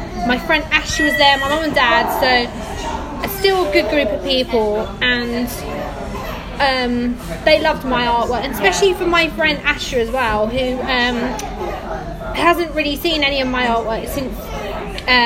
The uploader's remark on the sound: This podcast was originally recorded on the 6.12.18 last year in December in a Costa Coffee Shop locally to me so its not completely quiet we have noise in the background but hope you guys can still hear this podcast ok!